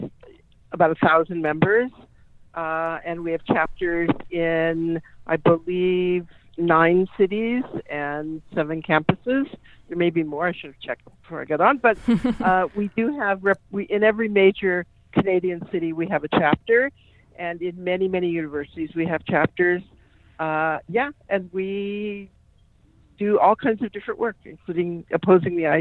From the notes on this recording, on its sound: Joined me on phone.